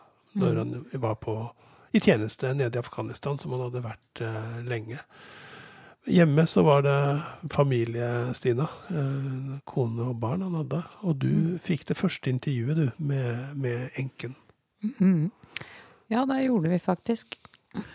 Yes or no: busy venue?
no